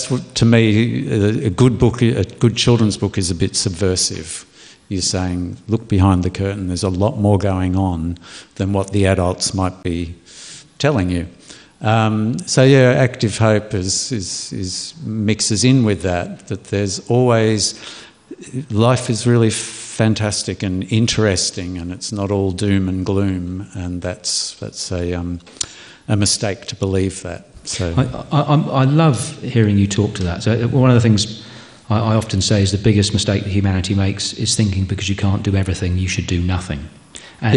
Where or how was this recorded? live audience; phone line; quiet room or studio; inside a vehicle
live audience